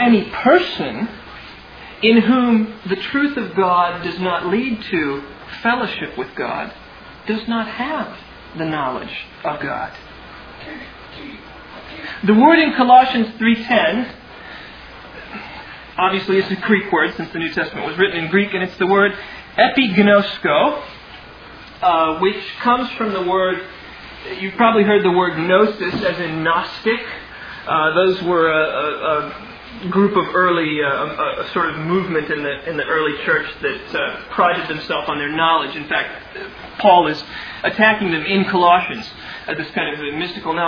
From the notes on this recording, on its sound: Originally delivered on 28 May 2000 at Sovereign Grace Baptist Church in Van Alstyne, TX.